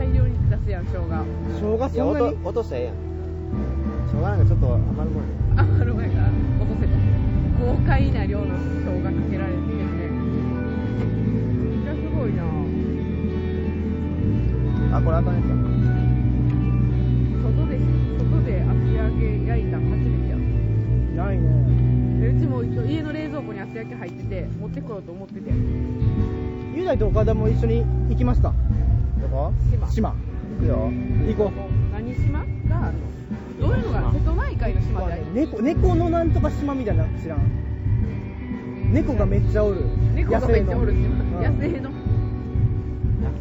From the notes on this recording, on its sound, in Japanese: またしても野外収録です！服部緑地野外音楽堂にて開催されていた音楽イベント「Room Special」をさらに野外から楽しみつつ、焼き物大会！！その間を埋めるすばらしいミュージックも流れております。音量バランスも リハーサル音：声：厚揚げジュウジュウ＝6：3：1な具合。